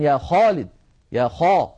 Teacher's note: فلا بد من تفخيم صوت الخاء عند النطق بها